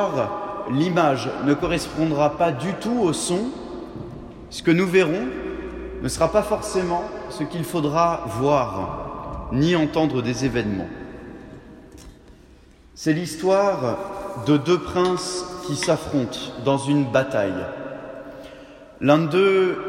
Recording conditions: large echoing room